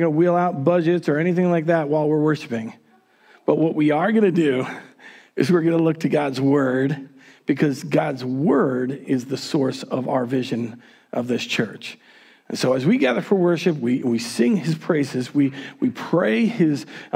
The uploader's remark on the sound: Recorded on January 31, 2021 at Word of Life Church in Le Sueur, MN.